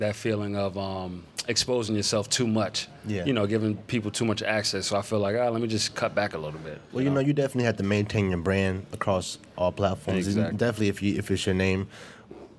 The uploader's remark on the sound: We’re back live from the Adorama Event Space